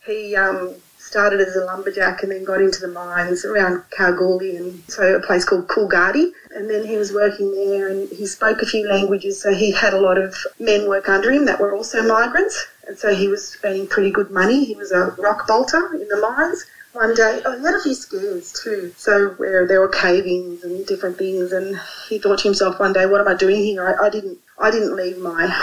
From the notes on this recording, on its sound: we did have a few problems with sound